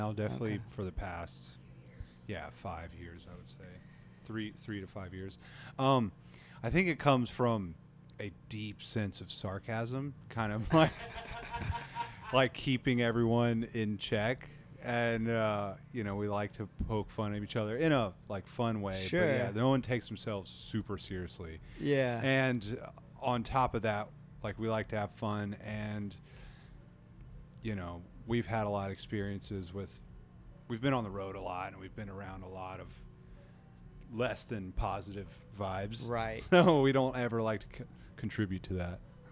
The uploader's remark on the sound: at the Sea Blues Festival in Clearwater, FL, earlier this year.